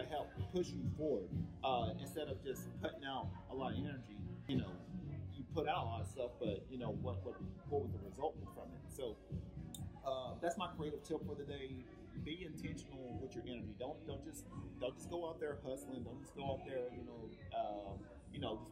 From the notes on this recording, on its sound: This was actually a previous FB Live recording over the weekend at the Alley Art Festival in Vista, California.